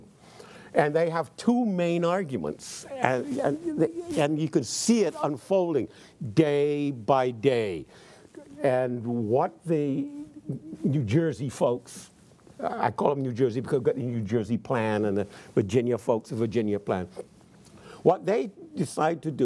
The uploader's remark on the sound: in front of a teacher audience